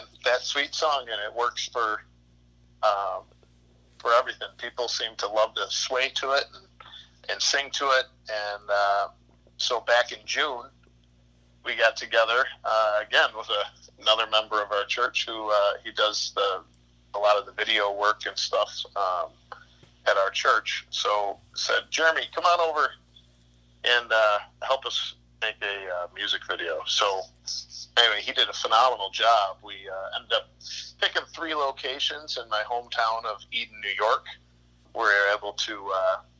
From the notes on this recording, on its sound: burnt the phone lines